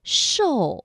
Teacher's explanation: 翘舌音呢，我们说舌尖是向上翘顶住的硬腭前部